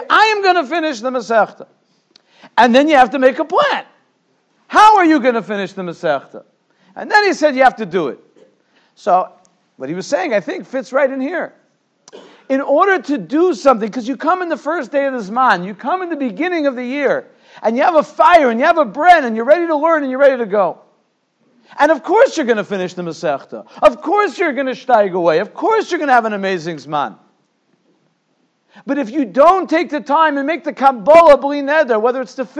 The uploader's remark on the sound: Shiur recorded in Yeshivas Ohr Reuven, Monsey, NY.